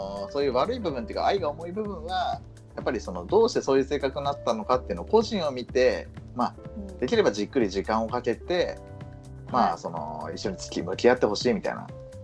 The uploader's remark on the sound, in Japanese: 初のスカイプ収録なので音量バランスとかどうなってるか不安です。